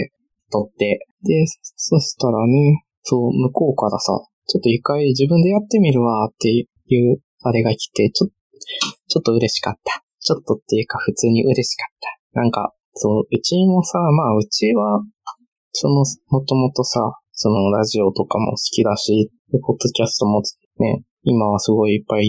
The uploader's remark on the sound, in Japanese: いつもと音声が違うかもしれないです。お聞き苦しくてすみません。